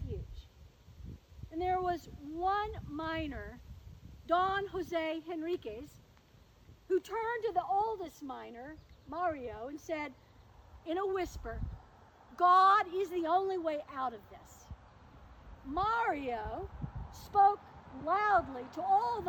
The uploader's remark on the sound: In these Covid-careful days, this service was held outside. We hope you are able to appreciate the sun and the birds and dogs, as well as the passing trucks and cars. Coming to you from Old South Presbyterian Church in Newburyport, MA.